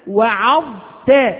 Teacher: تأتي بالظاء ثم تأتي بالتاء، وتراعي فرق ما بين الحرفين بالرغم من أن كل من الحرفين يخرج من طرف اللسان، فإذا تركت لسانك وما يستسيغه ربما أدغم الظاء في التاء